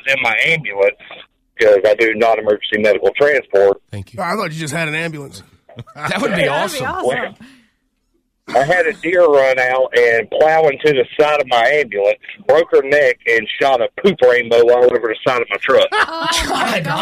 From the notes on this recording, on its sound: OPEN PHONES